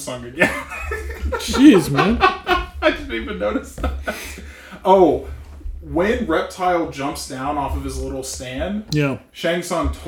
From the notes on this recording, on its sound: Sound is a bit rough, please be gracious.